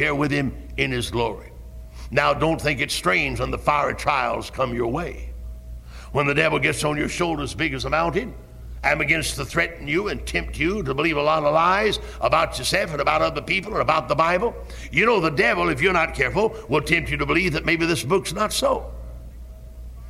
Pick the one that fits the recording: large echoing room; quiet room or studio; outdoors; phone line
large echoing room